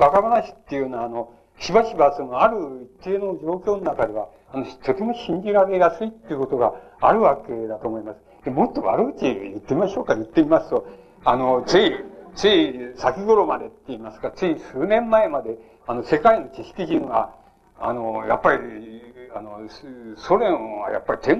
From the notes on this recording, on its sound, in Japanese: 主催：京都精華大学 学生部 場所：京都精華大学。場所は京都精華大学大教室。一般の人にも開放され、 他学生の参加も多かった。音源はVHSテープから 音声データを抜き出したもの。